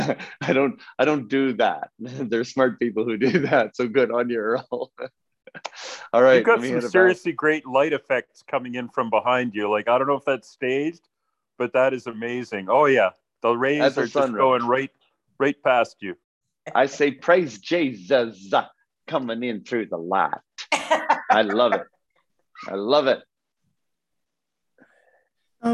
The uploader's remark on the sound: Zoom Call